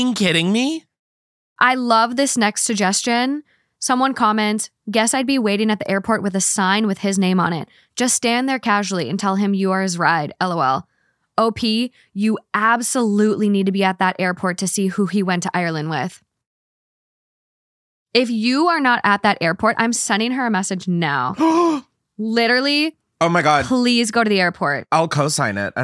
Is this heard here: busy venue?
no